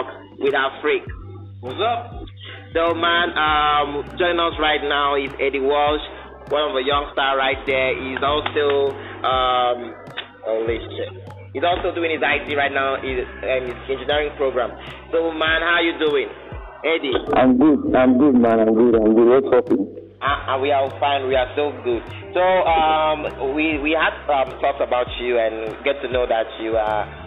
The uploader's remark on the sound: the first ever call in session was Live with callers